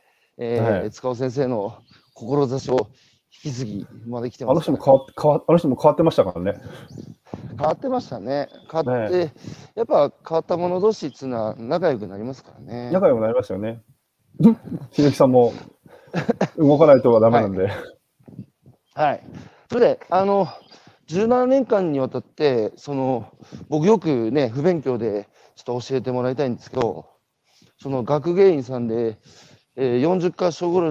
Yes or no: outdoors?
yes